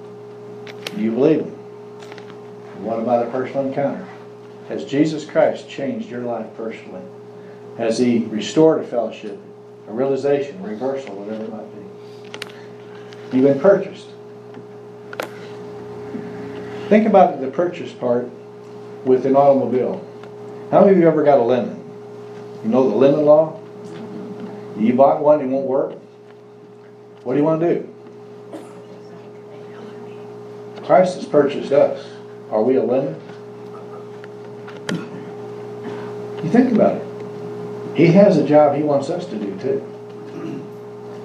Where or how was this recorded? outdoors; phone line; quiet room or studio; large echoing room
large echoing room